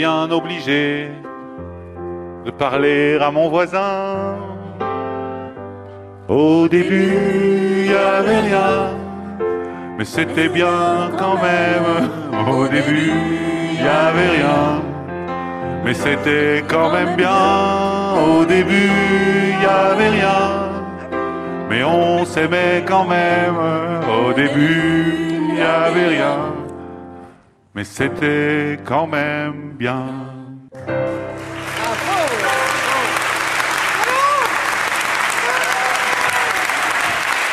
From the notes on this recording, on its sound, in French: Enregistrée en public à Beaubourg.